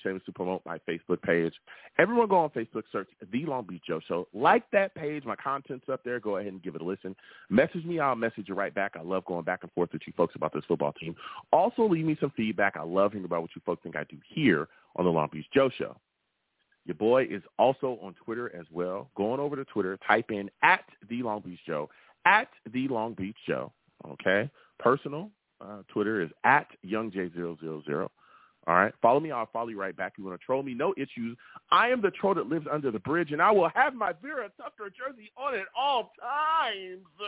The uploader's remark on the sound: I take live callers!